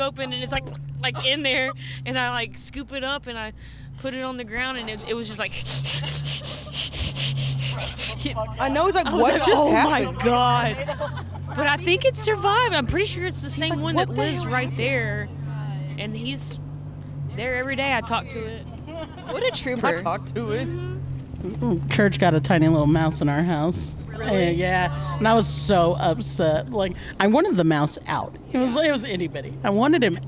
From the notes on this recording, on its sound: Mic'd up our car convo on our drive down to San Antonio this past August as we embarked on our 2023 Mini Tour!